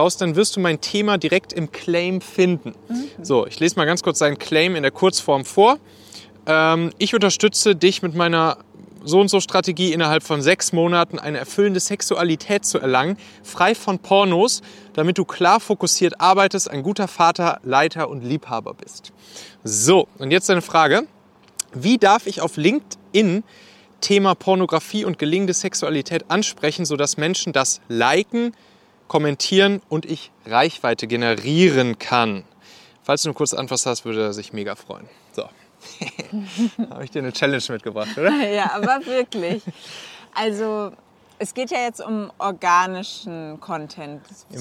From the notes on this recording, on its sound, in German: Aufgenommen am Strand in Lettland.